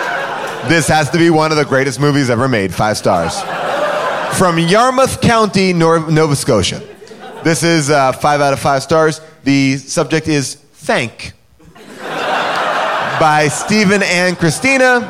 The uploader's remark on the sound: Recorded LIVE at Largo in Los Angeles